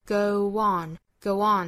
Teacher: I believe that the heart does go on da dada。Go 和 on 之间也是加 w，跟前面半句的 you are 是一样的，也是元音和元音的碰撞，这里面加 w